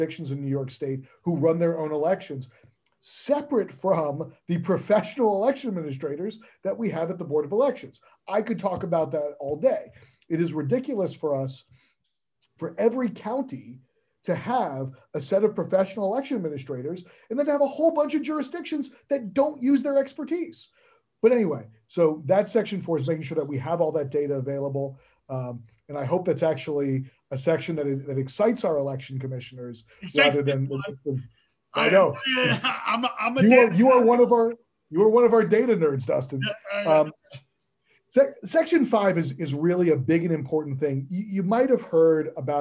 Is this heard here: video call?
yes